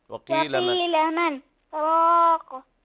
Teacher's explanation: وقيل من راق، والراء مفخمة ليس فيها ترقيق